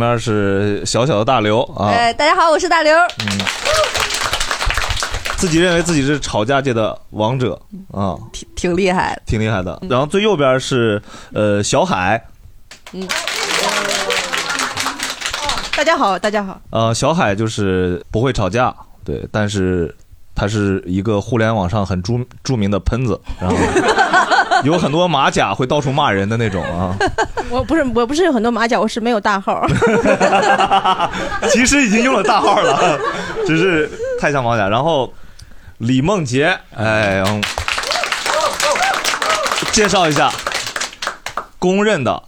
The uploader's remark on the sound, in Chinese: 这是一档由喜剧演员们和现场观众朋友们共同录制的播客节目